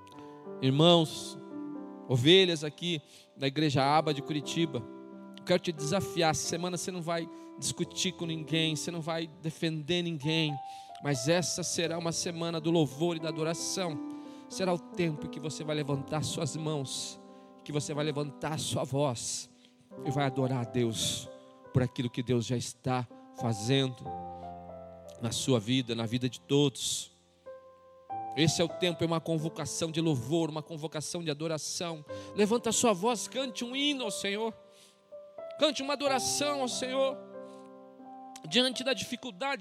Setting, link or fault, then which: setting, large echoing room